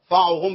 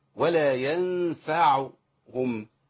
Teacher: الفاء محركة بفتح والعين بالضم · Shown in: second take